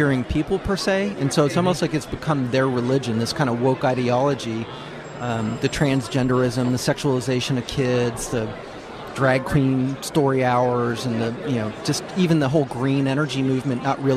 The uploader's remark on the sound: live from CPAC